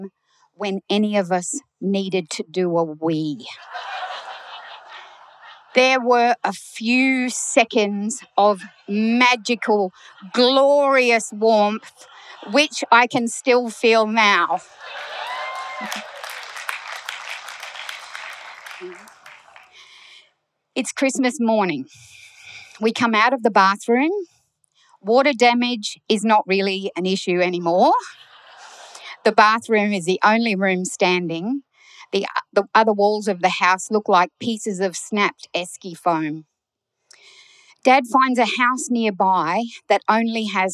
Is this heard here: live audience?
yes